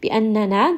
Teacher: Noon here is going to have ghunna. Make sure that you do give it proper ghunna from the nose.